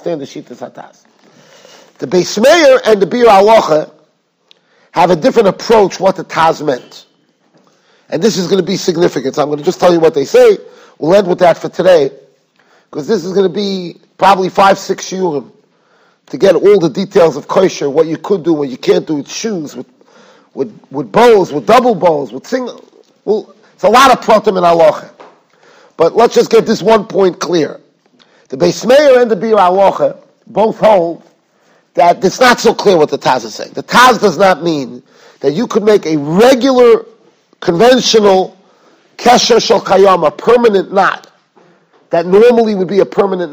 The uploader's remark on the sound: Shiur recorded in Yeshivas Ohr Reuven, Monsey, NY.